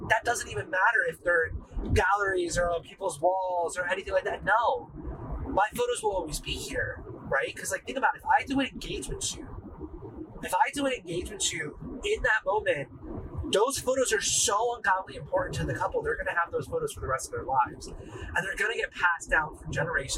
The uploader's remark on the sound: I did really record this while driving home from work. My setup while filming this was completely wireless. I used the Rode Wireless II mics so I was completely hands free. The audio in this podcast episode is a lot worst than all my others. No, this time I had 1 wireless mic and time alone in my car.